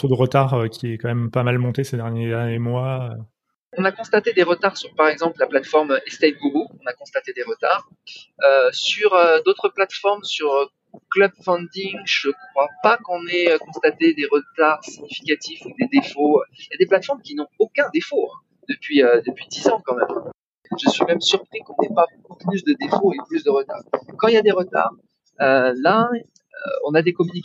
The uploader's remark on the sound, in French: À Bali, à quelques mètres de la mer, assis à la terrasse d'un café. La contrepartie de ces terribles conditions de vie est que la qualité sonore de cet épisode est inférieure à ce que vos oreilles d’auditeurs assidus méritent.